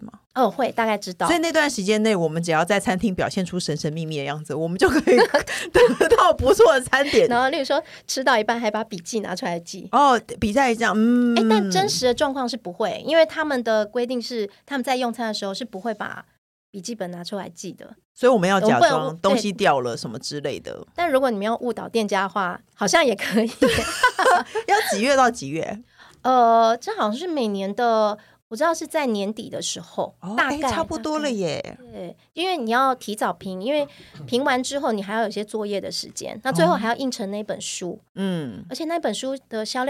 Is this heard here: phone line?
no